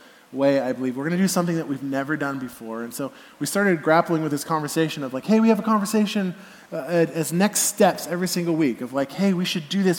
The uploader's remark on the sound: Message delivered at the Benicia campus